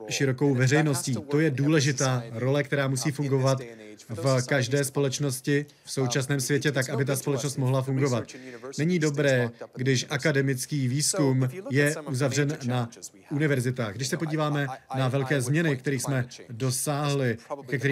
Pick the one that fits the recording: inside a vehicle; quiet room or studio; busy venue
busy venue